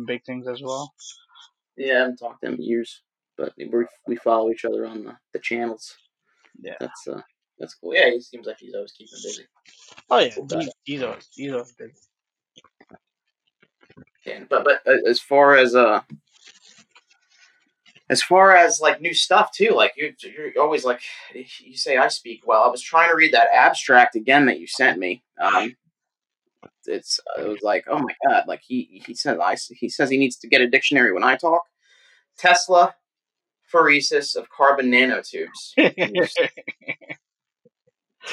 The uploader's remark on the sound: The "Quarantine Edition" podcast episodes were recorded and produced with the limited equipment available to us due to the COVID-19 pandemic and corresponding lockdown. Pardon the suboptimal sonics of these first 2 episodes.